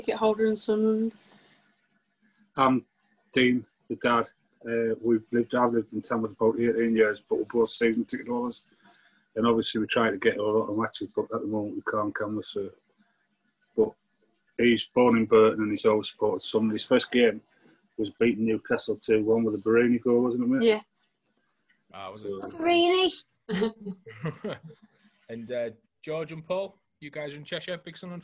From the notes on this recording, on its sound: The Echo team decided it was about time we held a virtual Christmas Party! We invited some loyal Sunderland fans to join us on a special Zoom call.